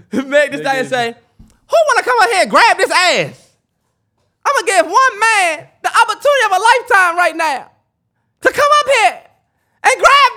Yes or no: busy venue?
no